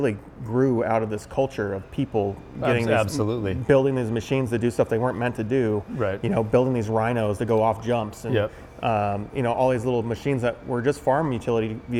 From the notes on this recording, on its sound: in their Hayden, Idaho machine shop